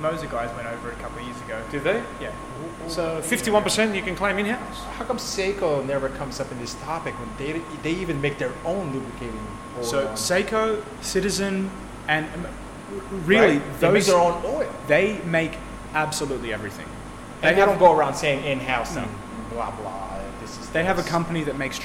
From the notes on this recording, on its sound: While competing with various background machine noises. Was recorded live in Sydney, Australia.